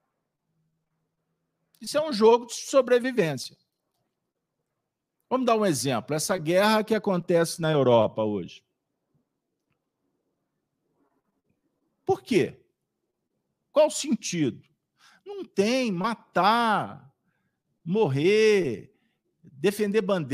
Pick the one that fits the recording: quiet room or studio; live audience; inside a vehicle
live audience